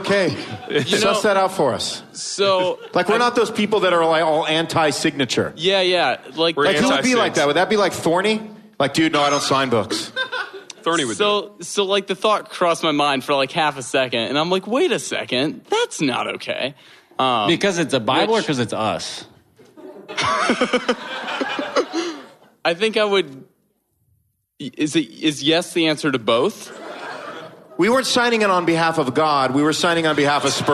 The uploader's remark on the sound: LIVE and in person at a hipster church in East Louisville. Enjoy this delightful interaction with listeners.